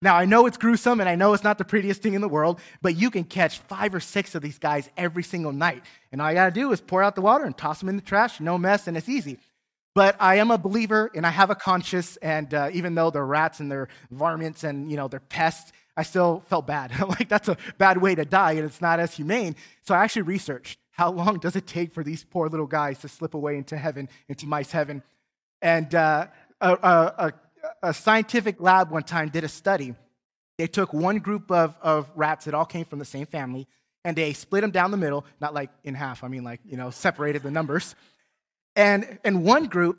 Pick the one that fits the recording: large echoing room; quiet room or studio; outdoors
large echoing room